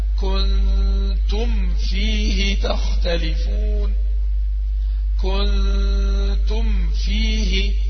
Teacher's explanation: واضغط قوي على الميم عشان ما تدخلش معايا في الفاء · Term: الإظهار